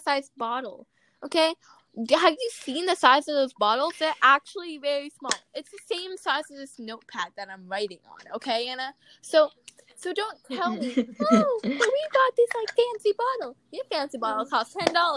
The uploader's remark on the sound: The audio got a little messed up